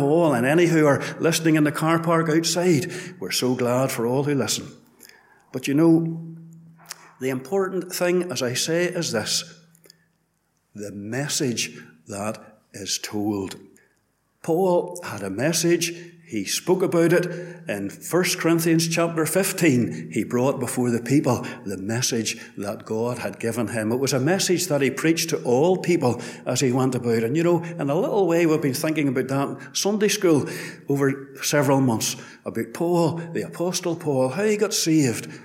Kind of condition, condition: setting, large echoing room